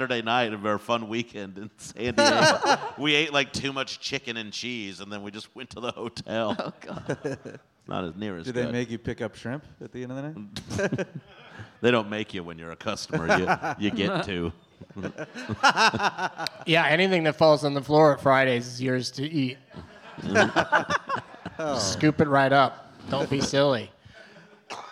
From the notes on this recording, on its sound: Live from the Come and Take It Fest in Houston